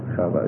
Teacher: a lot of them pronounce the W as a V